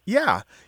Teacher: when you said, yeah, you did that rising tone with it